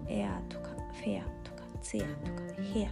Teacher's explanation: この ER のところはあの巻かないで、えー言います